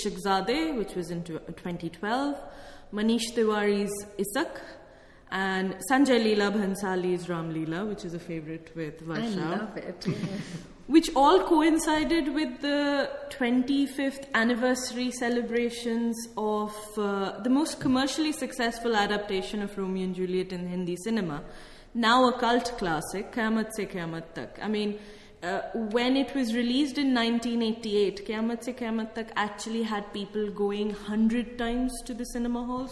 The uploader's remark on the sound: held on the 14th of April at the Rose Theatre Kingston